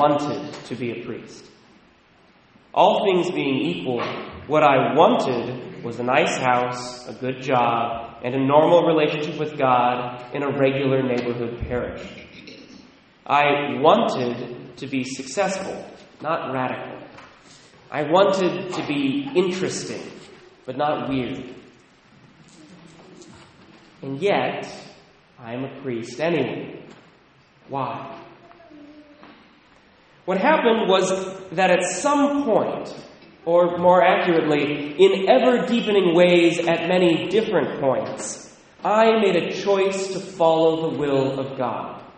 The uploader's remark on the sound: Recorded at Sacred Heart, La Conner, WA